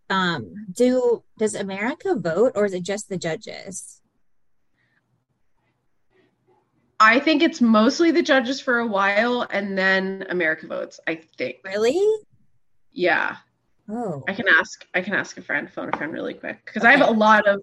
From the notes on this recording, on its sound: The audio is a bit rough in this episode + the zoom robot's voice makes an appearance. Not a lot of time to edit due to work travel!